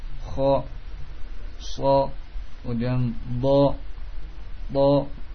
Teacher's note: Fokuskan kho, so, kemudian bo, bo. Maka suaranya ini menggelembung ke langit-langit atas, bukan langsung keluar. · Term: isti'la